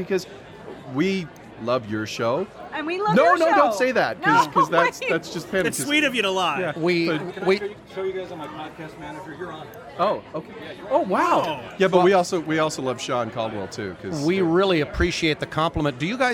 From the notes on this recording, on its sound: Live from Faffcon 7. From high atop a roof in a Tucson, Arizona resort! Recorded at the closing “Faffter party” at Faffcon 7, The VoiceOver Unconference.